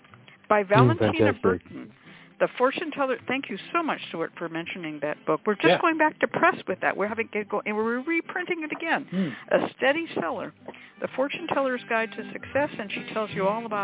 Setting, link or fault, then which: link, phone line